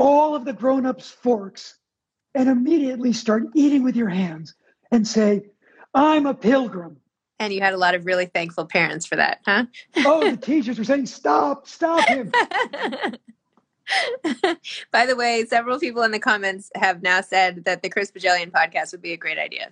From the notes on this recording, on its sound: Over IG Live— released here as a special episode.